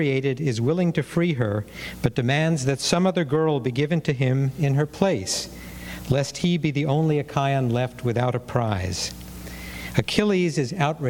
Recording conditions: large echoing room